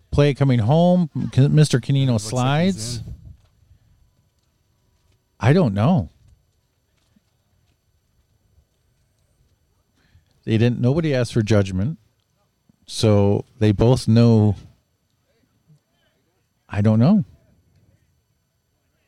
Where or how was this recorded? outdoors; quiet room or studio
outdoors